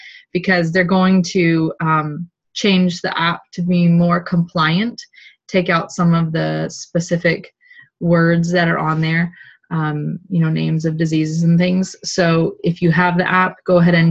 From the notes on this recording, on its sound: OLDEST Zoom call recorded! One of only TWO Zoom calls we recorded from the Seattle house attic!